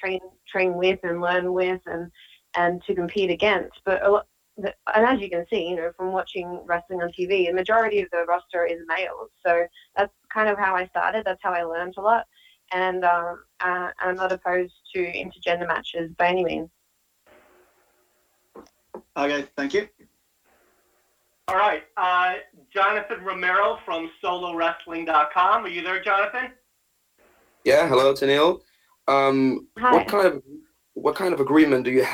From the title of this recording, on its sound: ROH Best In The World Media Call